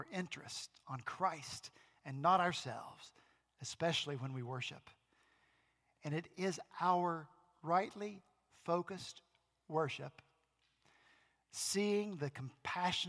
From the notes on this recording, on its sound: Last Sunday, April 28 at Redeemer Presbyterian Church in Charleston, SC.